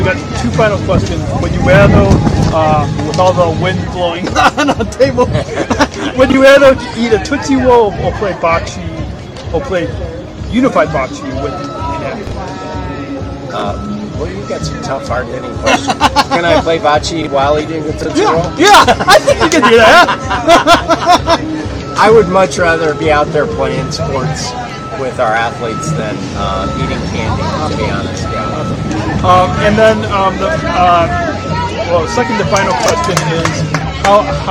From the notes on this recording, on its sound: Recorded LIVE from the 2022 Special Olympics Illinois Summer Games in Normal, Illinois